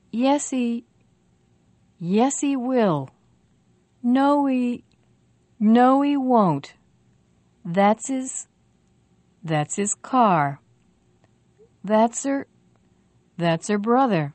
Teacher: If they're in the middle of a stream of speech, we usually don't bother to pronounce the h. So we link the sound before h, h, to the sound after h, h.